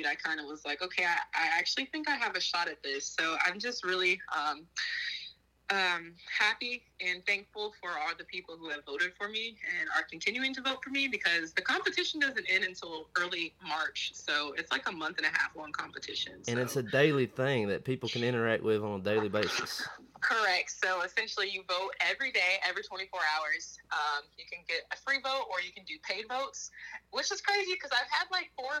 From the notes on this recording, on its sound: burnt the phone lines to have a conversation